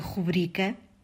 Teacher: a palavra rubrica tem o acento tônico na penúltima sílaba bri